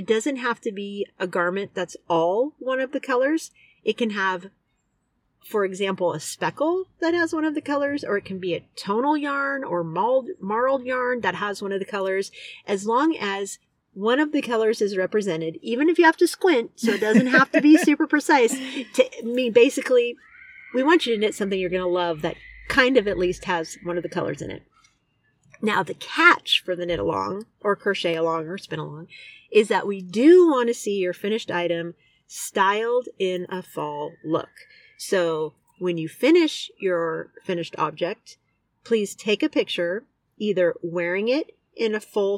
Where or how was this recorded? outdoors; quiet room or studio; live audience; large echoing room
outdoors